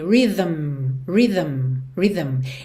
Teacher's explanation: Esse M ainda tem som. É um humming.